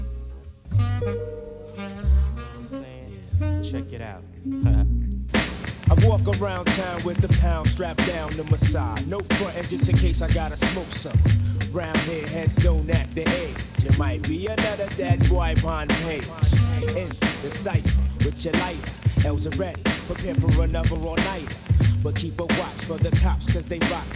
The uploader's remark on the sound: Originally broadcast live on October 18, 2018 from the storefront of Kinfolk 90 in Williamsburg, Brooklyn, New York City.